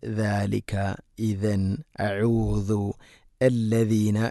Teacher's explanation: ദാൽ ഉച്ചരിക്കുന്ന സമയത്ത് നാവിൻ്റെ അറ്റം മുൻപല്ലുകളുടെ ഇരുനിരകൾക്കിടയിലൂടെ അല്പം പുറത്തോട്ട് നിൽക്കണം. അതിൻ്റെ നാവിൻ്റെ അറ്റം, അതാണ് ദാലിക, ഇദൻ, അഊദു, അല്ലദീന എന്നൊക്കെ.